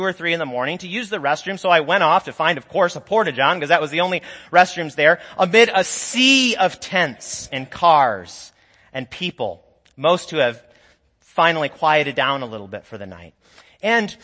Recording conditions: large echoing room